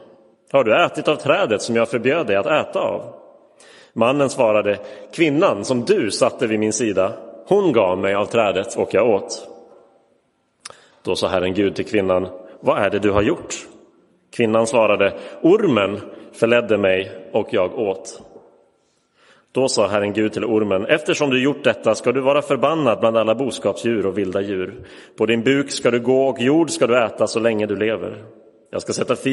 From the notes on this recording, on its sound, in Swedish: Inspelad i Roseniuskyrkan den 26 februari 2023.